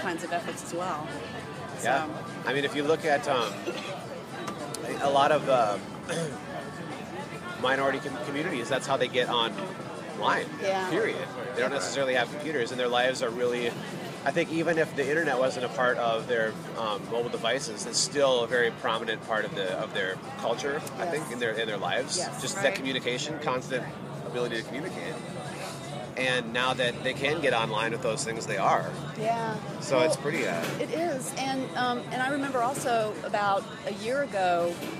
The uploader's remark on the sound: Live from SHSMD